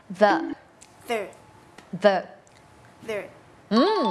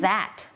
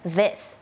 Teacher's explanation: จะเป็นเสียง voicedเนี่ยแปลว่าเส้นเสียงของเราเนี่ยมันจะสั่น